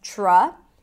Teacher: Then we have tr and a schwa, tr together create a ch sound